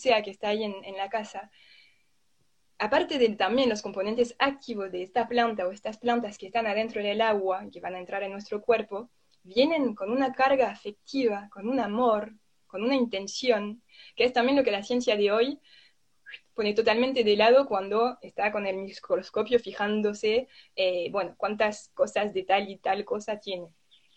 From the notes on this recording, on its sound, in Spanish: Audio de la charla en vivo por Instagram